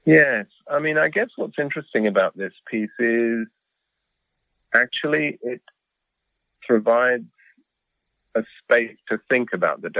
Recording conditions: phone line